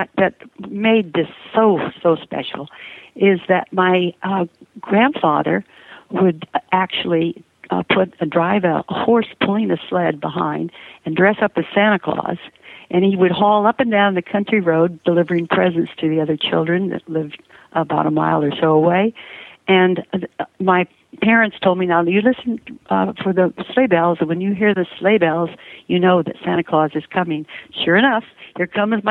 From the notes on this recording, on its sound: loads of holiday voicemails and live calls from listeners